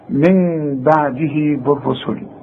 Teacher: اقلاب، بنقلب النون الى ميم، ورسم لي ميم بيسهل الموضوع، وبعدين اخفيها، اخفي الميم لانها مش ميم كامله، وبعدين وبعدين غنة.